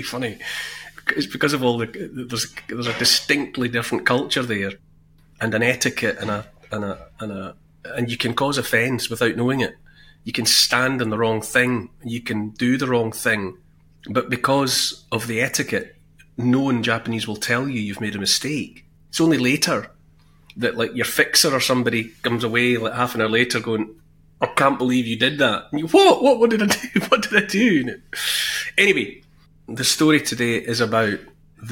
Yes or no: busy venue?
no